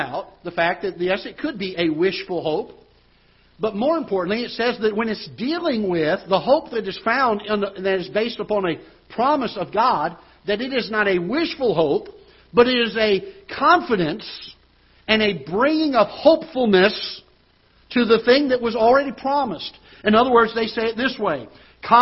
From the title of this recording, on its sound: Ketha Heights Baptist Church ~ Live Broadcast